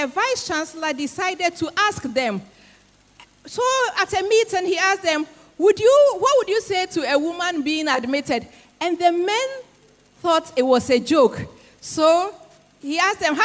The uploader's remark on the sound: Sermon preached at CBC Adabraka Campus